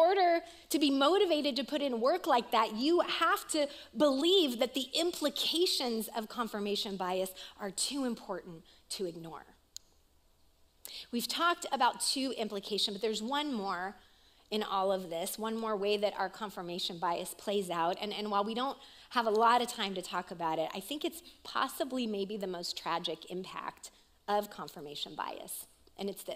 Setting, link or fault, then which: setting, live audience